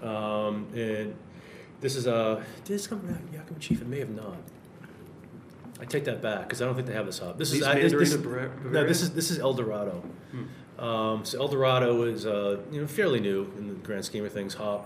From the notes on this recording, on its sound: a special segment recorded at Notch Brewery in Salem, Massachusetts